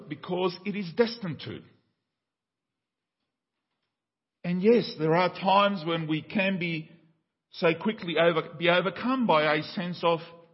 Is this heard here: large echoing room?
yes